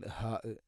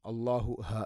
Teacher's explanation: തൊണ്ടയുടെ താഴെ ഭാഗമാണ് ഹ ഇൻ്റെ മഹ്റജ്